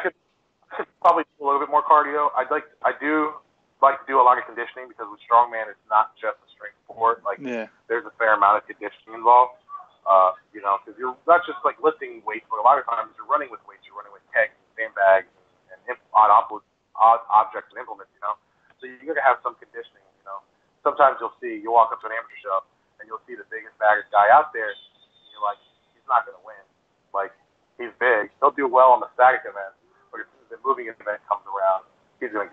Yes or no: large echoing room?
no